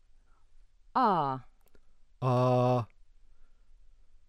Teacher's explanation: the open mid back unrounded vowel, cardinal 14, inverted V, R.